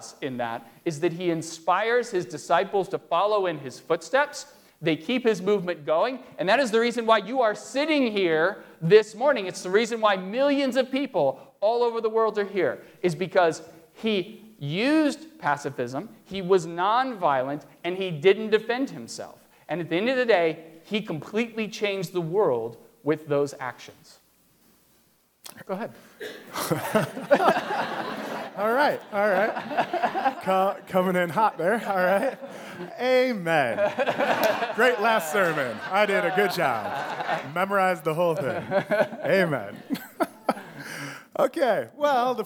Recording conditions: large echoing room